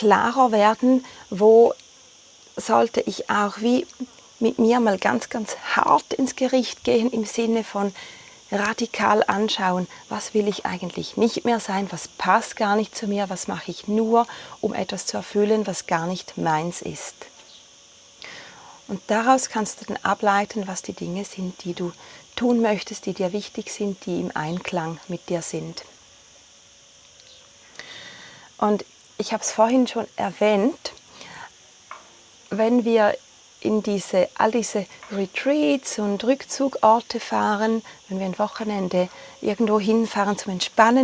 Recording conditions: sounds in the background